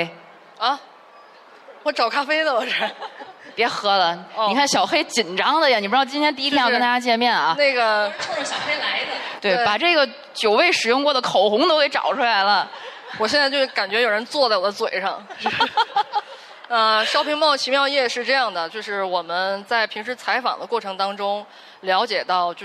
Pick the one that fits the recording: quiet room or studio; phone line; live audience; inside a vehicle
live audience